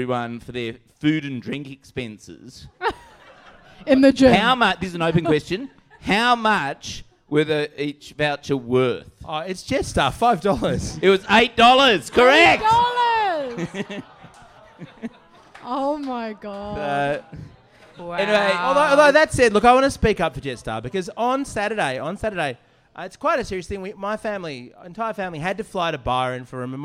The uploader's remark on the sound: Join each other live for a podcast at the pub!